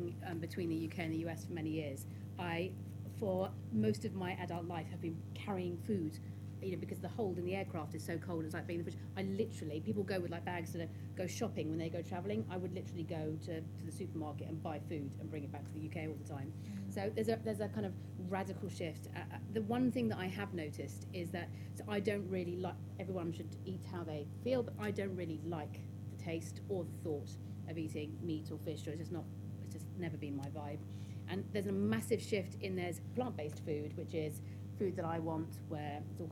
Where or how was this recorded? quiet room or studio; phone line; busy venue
busy venue